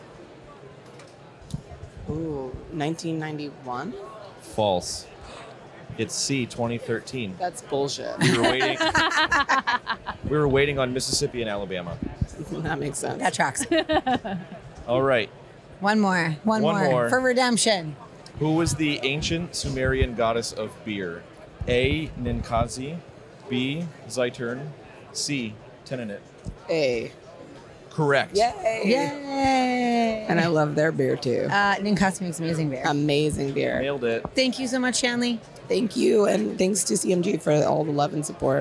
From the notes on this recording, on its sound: We're LIVE from the tradeshow floor at Craft Brewers Conference 2023 in Nashville! We’re doing rapid-fire trivia with brewers, vendors, and CBC-goers.